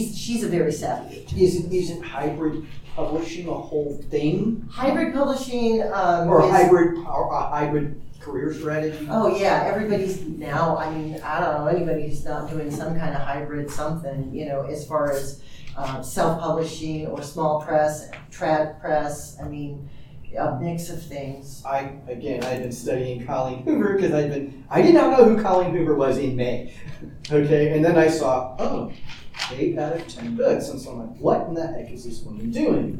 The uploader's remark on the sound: TusCon 50 Panel. Panel Room 1.